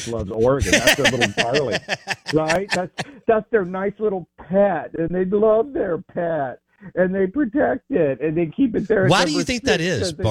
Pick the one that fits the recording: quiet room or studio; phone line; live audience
phone line